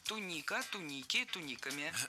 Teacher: Ударение в этом слове падает на второй слог во всех формах.